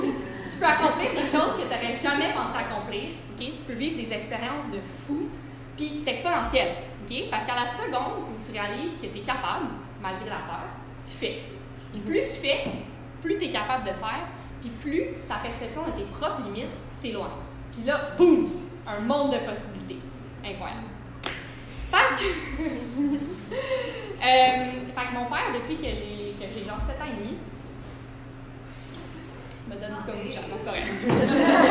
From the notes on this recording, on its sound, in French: Une conférence offerte en 2019 lors de la tournée « Actually I can » en collaboration avec Arc’teryx, un événement alliant empowerment au féminin et aventures en plein air.